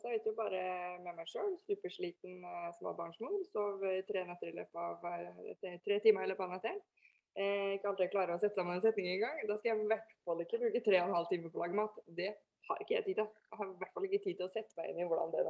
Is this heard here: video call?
yes